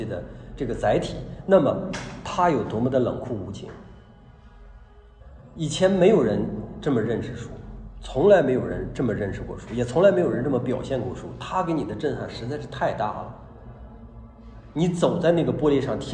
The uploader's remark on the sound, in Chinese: 讲座录音